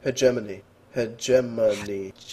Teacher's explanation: he puts the accent on the second syllable